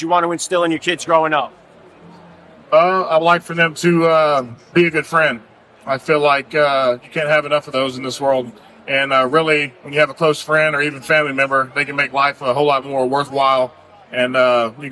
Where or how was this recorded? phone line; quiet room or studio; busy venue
busy venue